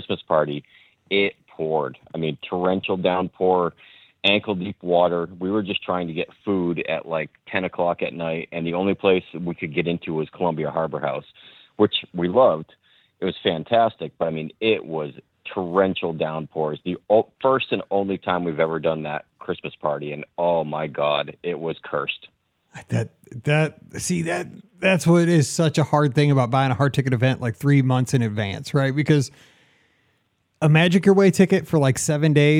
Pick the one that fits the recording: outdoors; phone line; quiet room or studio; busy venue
phone line